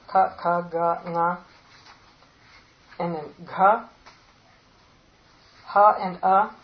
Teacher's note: all of these are made in the throat. They're all guttural.